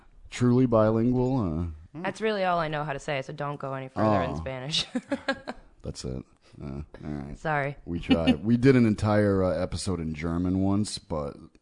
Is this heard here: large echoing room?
no